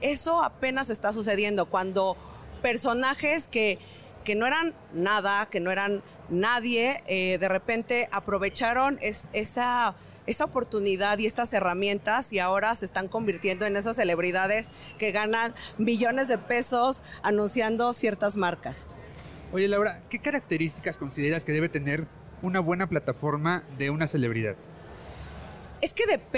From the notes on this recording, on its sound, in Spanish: Grabado en el stand de Output Podcast en el IAB Conecta 2019.